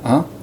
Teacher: in English, of course, it sounds a little more nasalized and with a less clear fricative at the beginning, so you don't quite go ha, but more like ah.